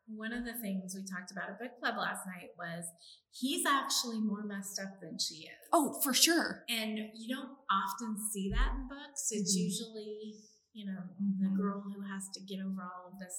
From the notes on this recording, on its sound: This episode may sound a bit echo-y